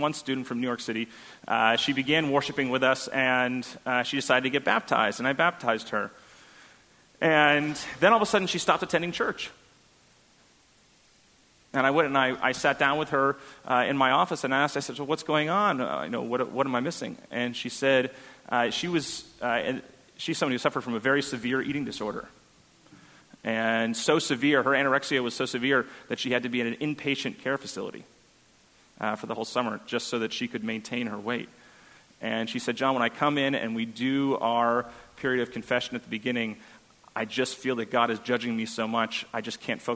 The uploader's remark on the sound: on May 14, 2017 at First Congregational Church of Houston.